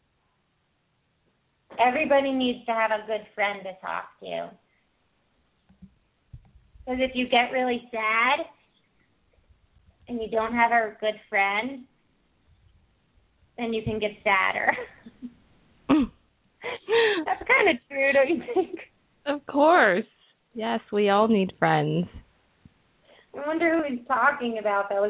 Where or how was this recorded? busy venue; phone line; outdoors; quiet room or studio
phone line